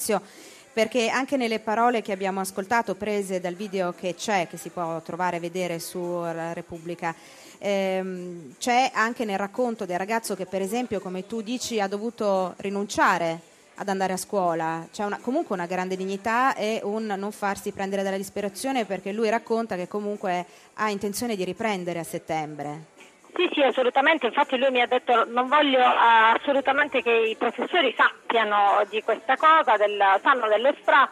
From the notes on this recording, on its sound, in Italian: In diretta da Expo 2015.